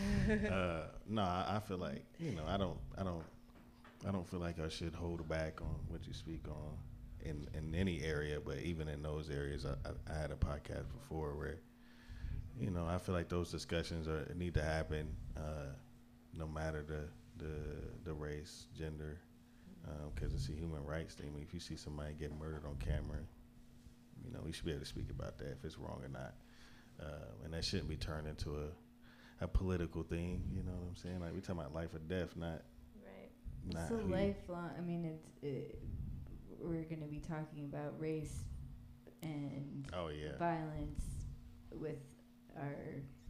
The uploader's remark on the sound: Live at The Woodshop